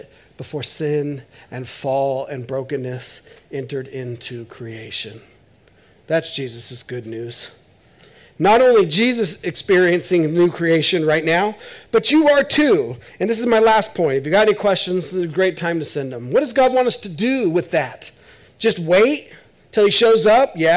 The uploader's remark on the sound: This is audio ripped from the Live Service video.